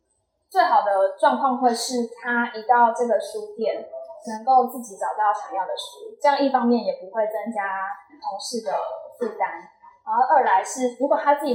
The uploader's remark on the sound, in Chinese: 店員專場講座特輯！現場收音設備不足，後製已盡量降噪處理，音質不佳敬請見諒。